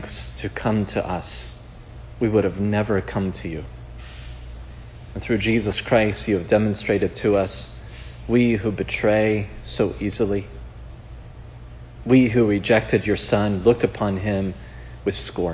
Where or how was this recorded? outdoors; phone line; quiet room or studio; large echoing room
large echoing room